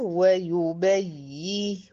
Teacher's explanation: ويبين في هنا نبر على الياء المشددة